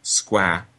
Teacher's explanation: That there's never a place where a word in English ends with ah, but in a non-rhotic accent that makes square very open, squa is essentially ending in ah